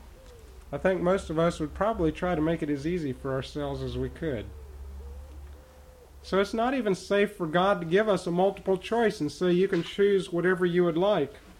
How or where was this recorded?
large echoing room